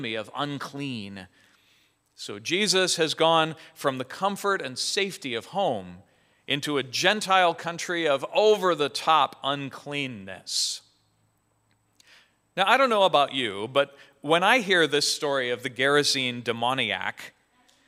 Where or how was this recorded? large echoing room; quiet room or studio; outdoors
large echoing room